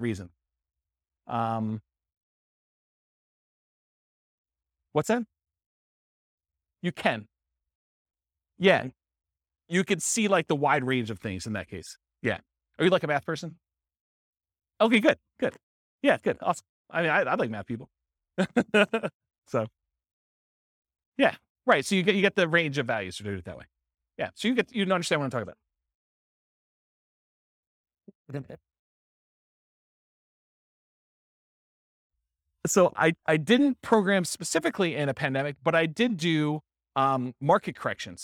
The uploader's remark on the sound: This was a live class recorded